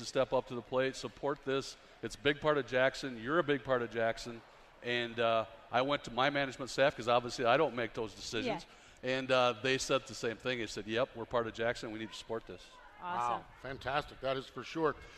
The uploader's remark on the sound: From the AGCO Jackson Nationals. Broadcast live from Jackson Motorplex.